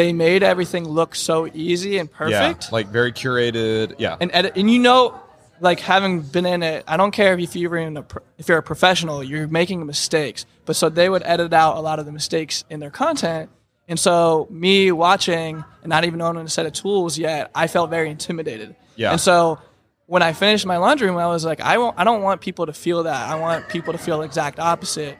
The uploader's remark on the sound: LIVE from HAVEN 2022. In the Wall Control booth at HAVEN Conference 2022.